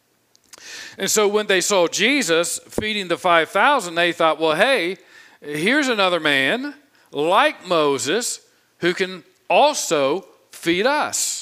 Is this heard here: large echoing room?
yes